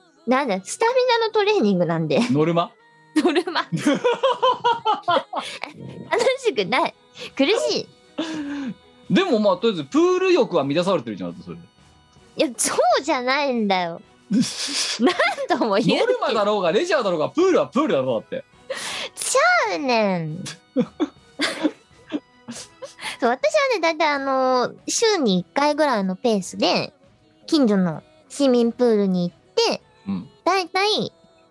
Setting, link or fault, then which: link, video call